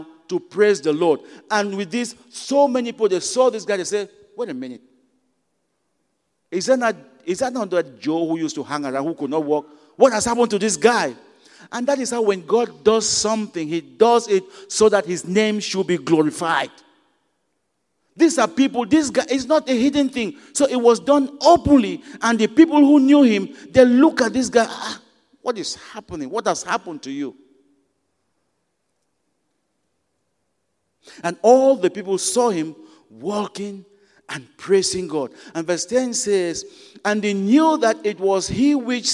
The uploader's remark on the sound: at Broadway Baptist Church, Lexington, Kentucky